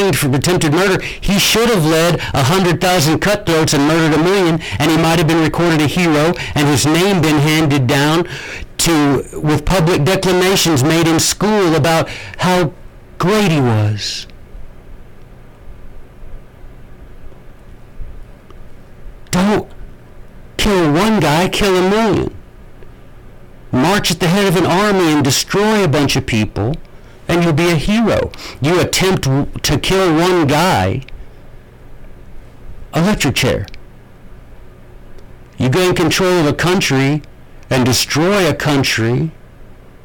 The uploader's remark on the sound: I am so sorry about the audio.